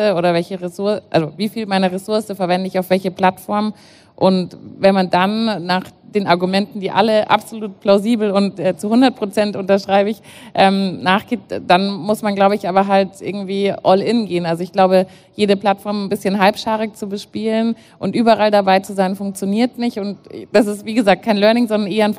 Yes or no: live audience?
yes